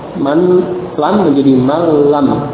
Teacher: Fil lami warra'i, pada huruf lam dan huruf ra. Nun sukun diidghamkan tanpa mendengung, tanpa dhunnah, pada huruf lam dan huruf ra.